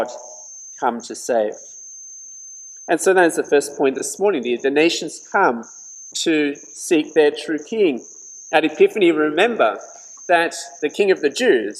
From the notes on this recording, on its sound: This sermon was preached at St George's Church, Penang on 3rd January 2021.